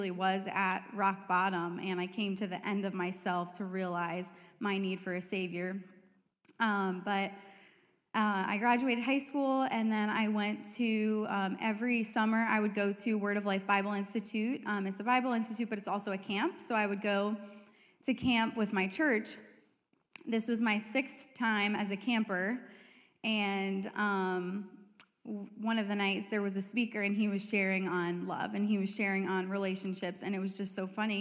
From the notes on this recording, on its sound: We have a panel of people from all walks of life. This message was preached on March 12, 2023 at FIVE39 Church.